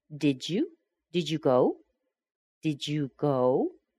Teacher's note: we connect D with Y and we get j